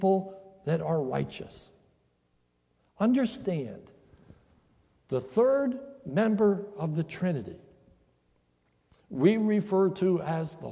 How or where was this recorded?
large echoing room